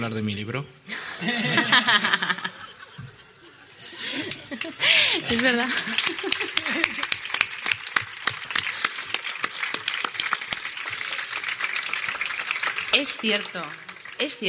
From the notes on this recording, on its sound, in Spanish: Grabado en directo desde la convención anual, y con una muestra de la misma: lecturas, poemas, canciones, clase de élfico. Los audios grabados en directo necesitan mucha más edición de lo normal.